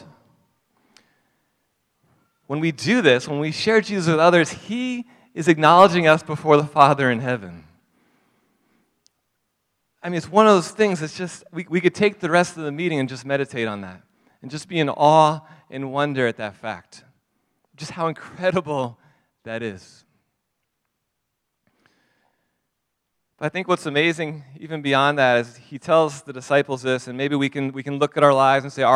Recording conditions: large echoing room